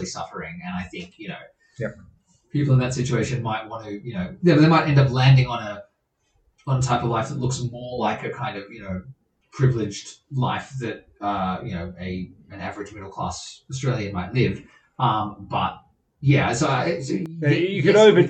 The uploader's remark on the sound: This is HOPEFULLY the last episode with bad audio quality